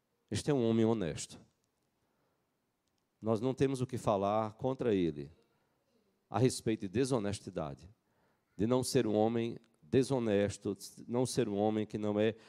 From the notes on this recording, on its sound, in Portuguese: Culto matinal(9h) presencial e transmitido ao vivo